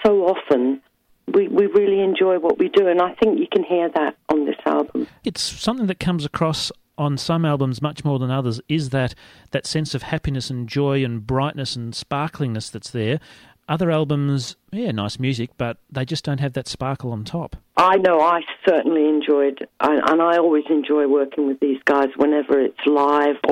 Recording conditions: phone line